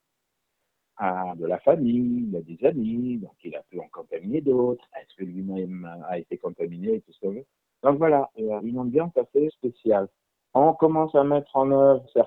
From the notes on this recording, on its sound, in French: Nous avons joint par téléphone. L’un des animateurs de l’émission Nabad Nantes, le samedi sur Alternantes FM.